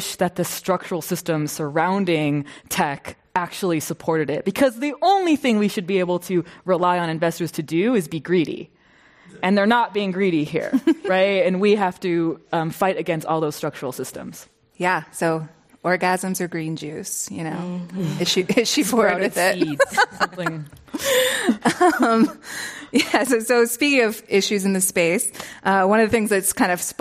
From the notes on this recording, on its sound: This program was recorded in front of a live audience at The Commonwealth Club of California in San Francisco on August 1st, 2019.